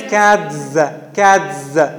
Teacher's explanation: If I pronounce the Z, I have to change the T into D. · Term: regressive